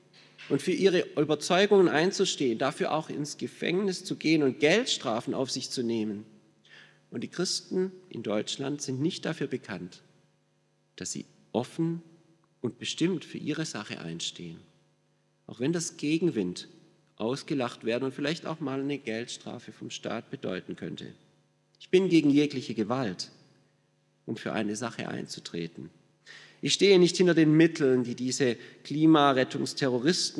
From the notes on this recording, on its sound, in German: aus dem Schwarzbrot-Gottesdienst der Missionsberg-Gemeinde (LM)